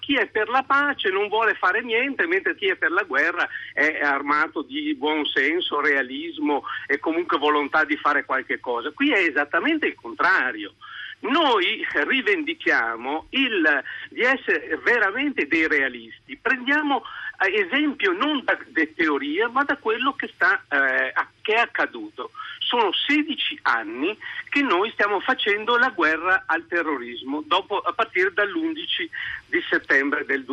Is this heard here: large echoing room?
no